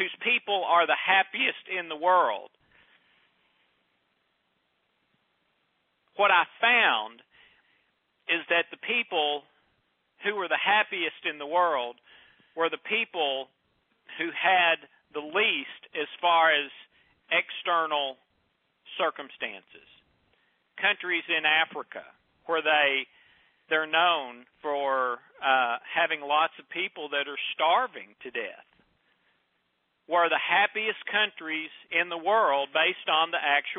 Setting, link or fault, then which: link, phone line